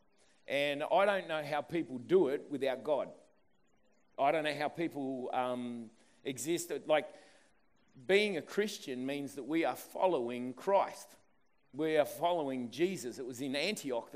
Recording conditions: live audience